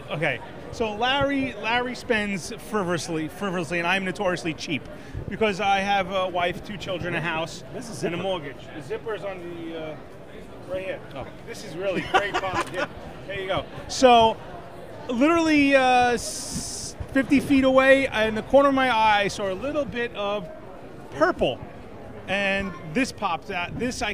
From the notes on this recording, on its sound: Recorded LIVE at the Long Island Retro Gaming Expo 2019 at the Cradle of Aviation Museum in Garden City, NY. After having a disaster of a time with recording this special edition, losing the audio was rough. The audio was completely lost.